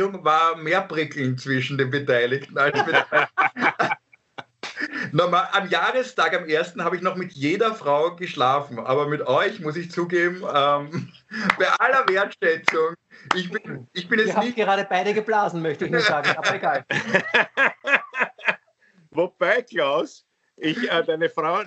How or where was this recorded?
video call